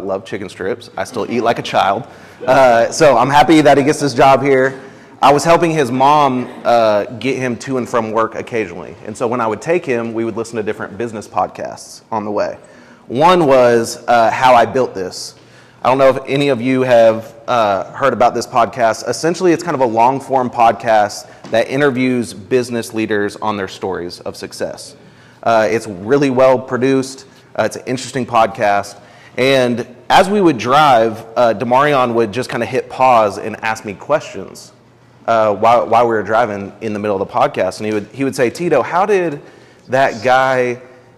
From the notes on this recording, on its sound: This is a recording from March 3, 2022 at the Cultivate Intensive #2. At the Cultivate Intensive #2 on Redemptive Leadership.